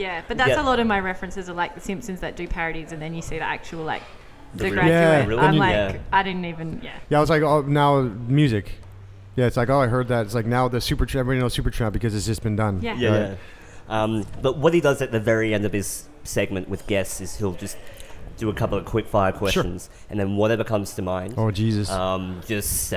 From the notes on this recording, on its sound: Emergence Festival, Margaret River. I had the honour of heading to Emergence Creative Festival in Margaret River to have some quick and casual chats with some of the speakers. Here is a segment recorded in the beautiful Vasse Felix winery.